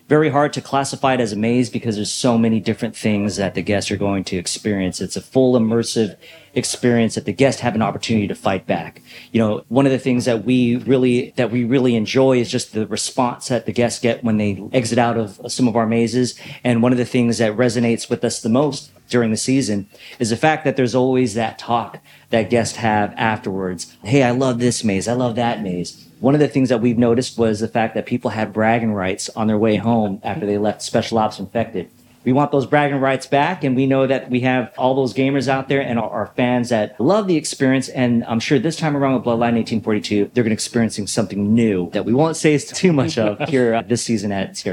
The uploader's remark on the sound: These interviews were conducted live at Knott’s